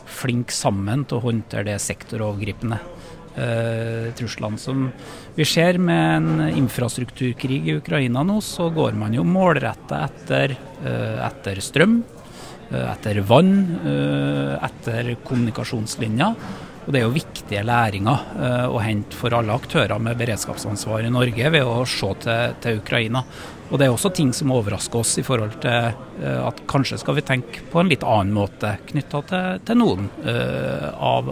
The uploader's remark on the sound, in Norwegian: Live fra sikkerhetskonferansen 2023. Har vært utegående reporter og snakket med noen av deltakerne som var tilstede for å få med seg noen av de 56 ulike debattene og foredragene i løpet av den 2 dager lange konferansen i Oslo.